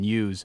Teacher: In general, pronunciations with that Y before the U, as in news, are more British.